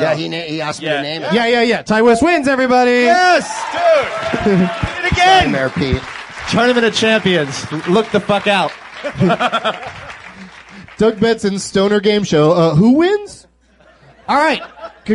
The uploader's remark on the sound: From the SXSW Film and Interactive Conference